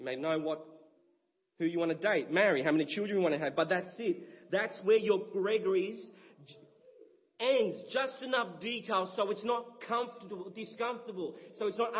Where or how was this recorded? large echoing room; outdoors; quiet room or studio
large echoing room